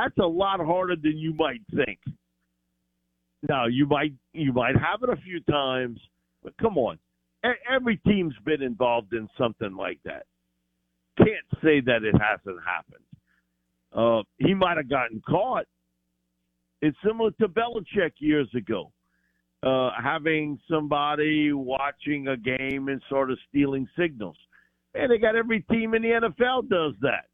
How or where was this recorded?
phone line